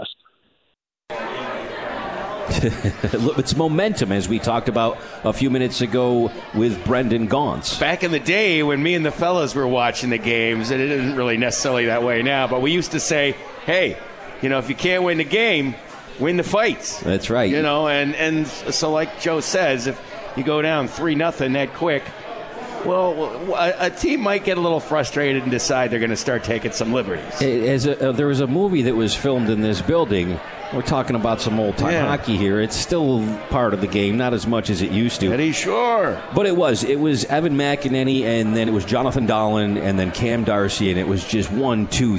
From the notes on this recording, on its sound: live from The 72 Tavern